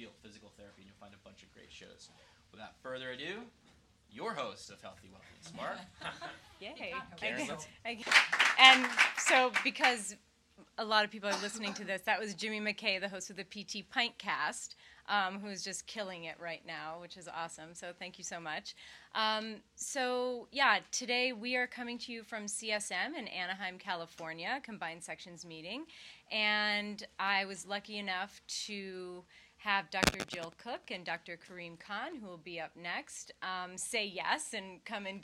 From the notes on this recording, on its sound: Recorded live in front of an audience at the Combined Section Meeting in Anaheim, CA.